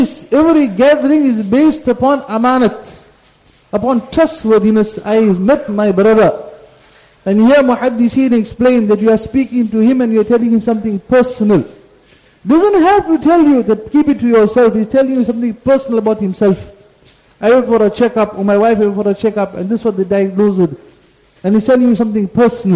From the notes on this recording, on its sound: Jumuah Lecture at Glenearn Road Masjid